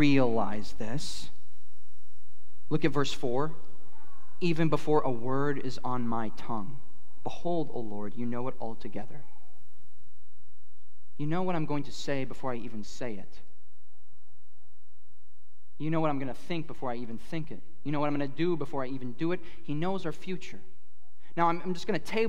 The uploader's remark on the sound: At Harvest Plains Church in Mapleton, ND.